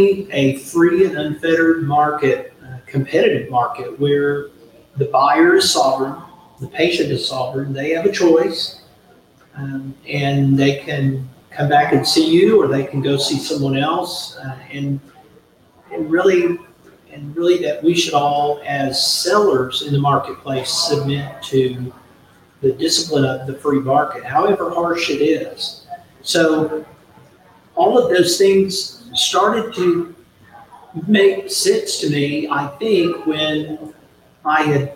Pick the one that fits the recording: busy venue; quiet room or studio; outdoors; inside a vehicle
busy venue